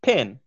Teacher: You can really feel the puff of air on your hand when you say pin.